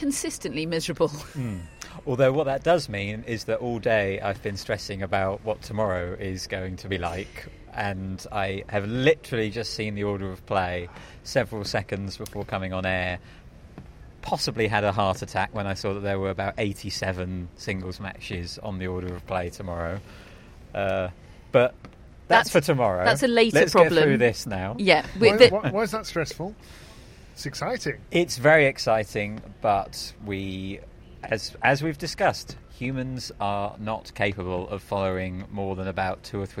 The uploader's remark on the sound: Live from Wimbledon Day 2. Rain return.